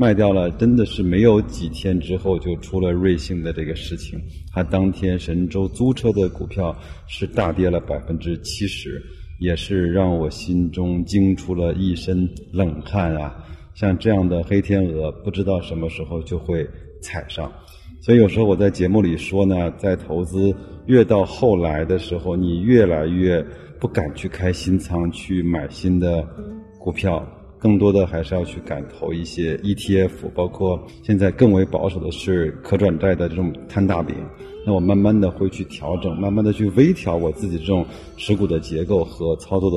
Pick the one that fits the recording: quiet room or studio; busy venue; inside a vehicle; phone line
busy venue